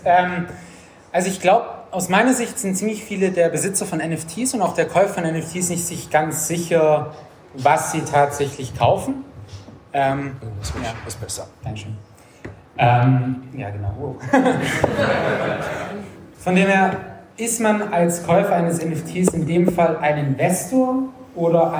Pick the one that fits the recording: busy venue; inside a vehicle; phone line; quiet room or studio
busy venue